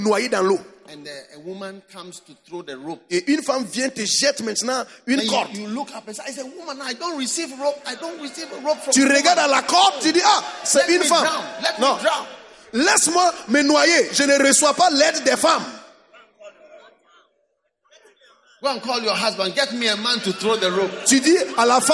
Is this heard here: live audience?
yes